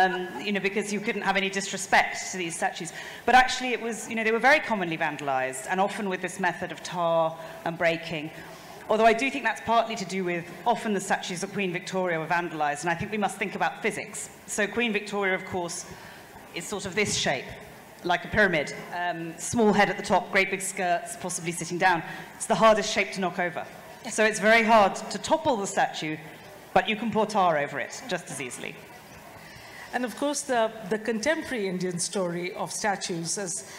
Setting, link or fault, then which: setting, live audience